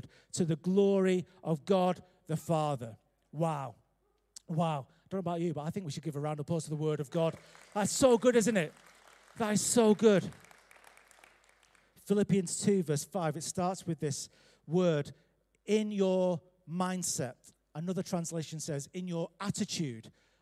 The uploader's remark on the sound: Recorded live at Life Church Lancashire.